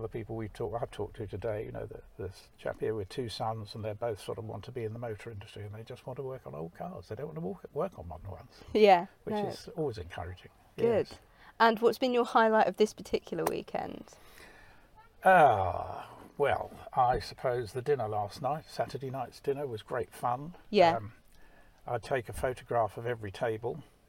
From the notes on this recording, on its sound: all recorded from my 1968 Morris Minor, Peggy